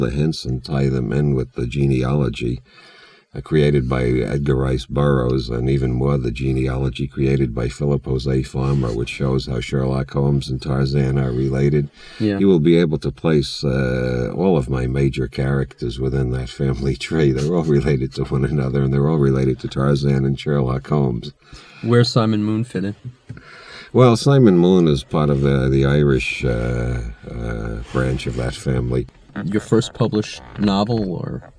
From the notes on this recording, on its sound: Recorded in a car in the Santa Cruz mountains during a rainstorm. Digitized, remastered and edited in May, 2023.